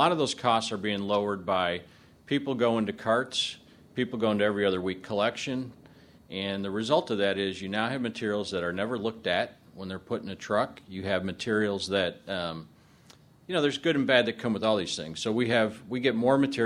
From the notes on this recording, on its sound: This podcast is an excerpt from a presentation. At a session titled Adjusting MRFs to Changing Streams during the 2010 Paper Recycling Conference & Trade Show in June.